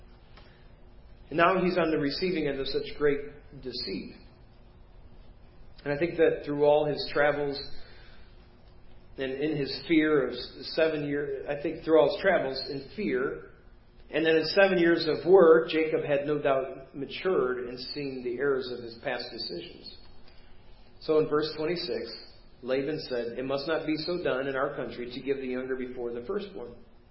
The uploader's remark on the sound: Preached at First Baptist Church of Hazel Park